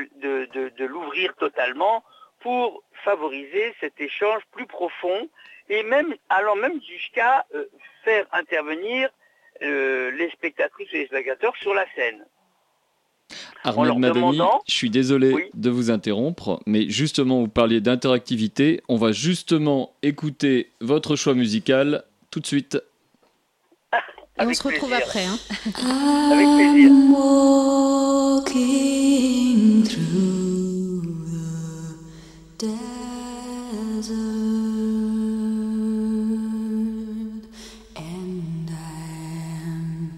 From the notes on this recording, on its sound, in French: nous avons le plaisir d’échanger, par téléphone